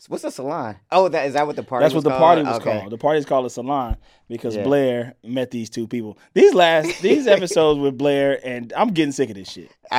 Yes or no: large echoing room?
no